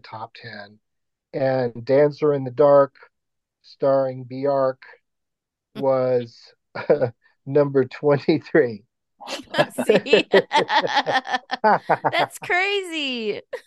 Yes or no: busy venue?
no